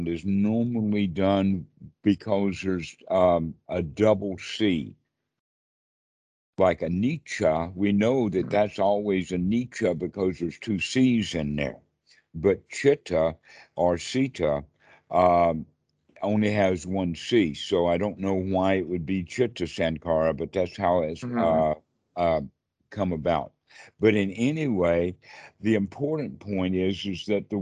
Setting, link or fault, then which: link, video call